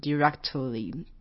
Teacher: directly 的那个 T 不太发音，就是 directly,就是不用把 T 发出来